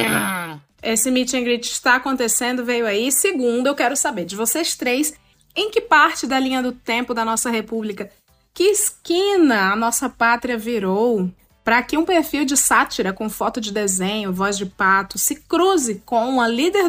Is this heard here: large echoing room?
no